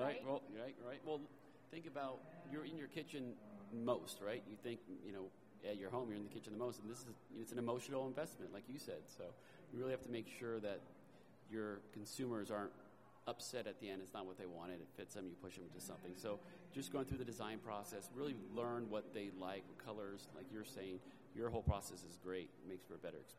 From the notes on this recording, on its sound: Recorded live at Coverings 2022.